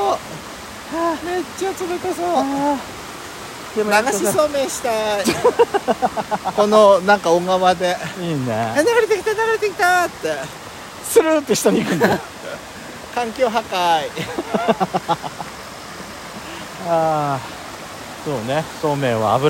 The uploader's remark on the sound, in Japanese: 塩原温泉郷でお滝めぐり。鳥のさえずりとせせらぎの音で少しは涼めるかしら？ロケ収録。